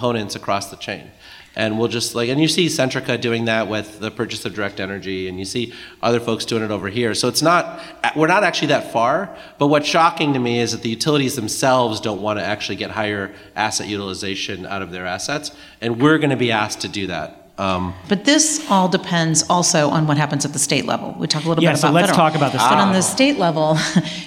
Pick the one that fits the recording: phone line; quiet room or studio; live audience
live audience